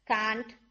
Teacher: यानी आप ए है और उसको आ भी बोलते हैं, ए करके भी बोलते हैं